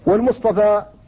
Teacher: والمصطفى أصلها مصطفي مفتعل من اصطفى افتعل، التاء تاء الافتعال فيها بعد الحرف المطبق تبدل طاء، الصاد حرف اطباق، وتاء الافتعال اذا جاءت بعد حرف الاطباق تبدل طاء، كما قال ابن مالك طنت افتعال رد اثر مطبقي في الدان وازدد والذكر دالا بقي.